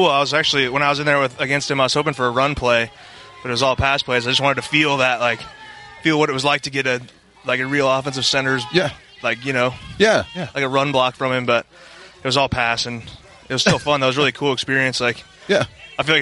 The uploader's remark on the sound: live from Rams training camp in Irvine